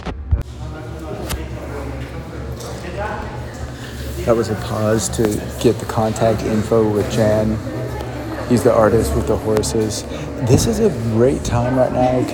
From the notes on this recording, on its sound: A native art gallery field recording into the “Institute for Art in Context: Master Exhibition.” CCA.Berlin.